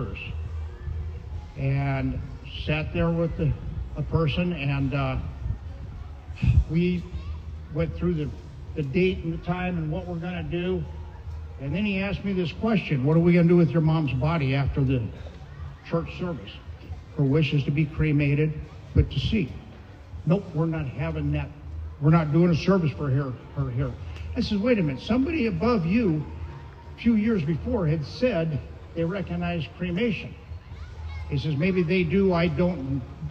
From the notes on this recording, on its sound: Friday Night Live barbecue. AA Park Speakers.